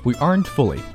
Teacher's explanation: we aren't fully,特就省略不要了